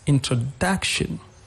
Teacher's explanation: Example, if I take the word introduction in English, the pronunciation of the word introduction, the third syllable has a stress · Term: word-level stress